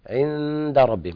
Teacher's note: النون هنا تخفى عند الدال إخفاء حقيقي لوقوع الدال بعد النون الساكنة، عند ربهم هكذا.